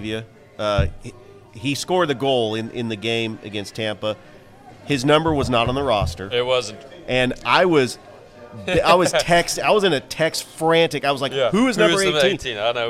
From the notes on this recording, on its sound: Live from Ivy Park Sports and Grill